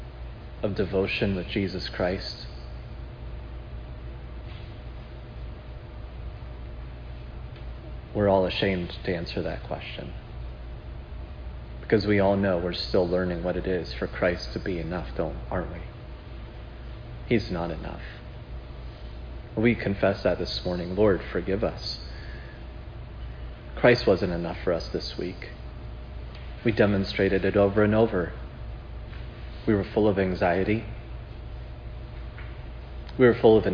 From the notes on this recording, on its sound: This sermon on Matthew 26:14-16 was preached at Providence Church on Sunday, June 12, 2022.